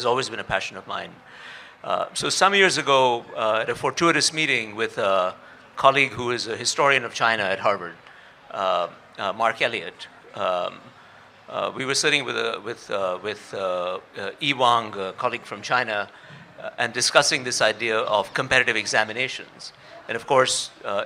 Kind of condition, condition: setting, live audience